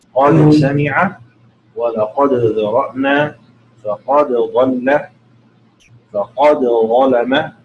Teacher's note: وأظهر دال قد أيضا عند حروفها الثمانية